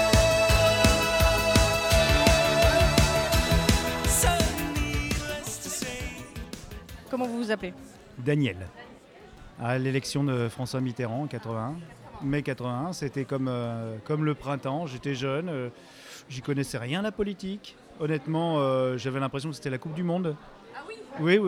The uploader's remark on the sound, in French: A promené son micro lors du live de Podcut le 14 septembre à Paris.